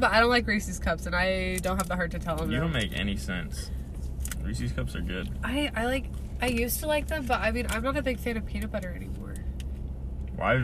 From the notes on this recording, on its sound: This is a podcast where I hang out with friends in my car before school starts.